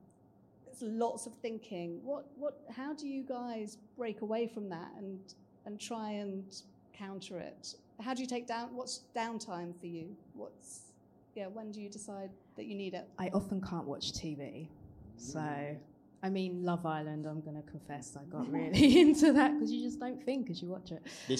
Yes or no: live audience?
yes